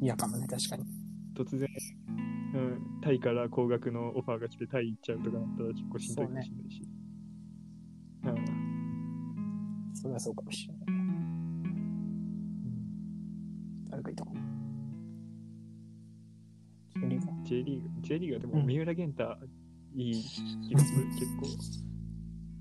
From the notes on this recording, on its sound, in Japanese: 機器の仕様で、録音された2人の会話が実際のものとズレています。そのため、一部相槌などがおかしいところがありますがご了承ください。またノイズが入っていてやや聞きづらくなっています。すみません。